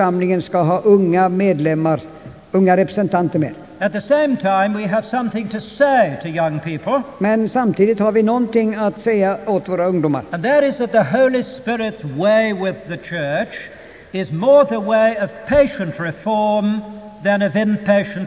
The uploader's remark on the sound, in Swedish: Inspelad i Immanuelskyrkan, Stockholm 1992-05-23 klocka 19.